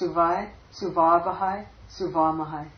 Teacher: u becomes uv, because followed by a vowel.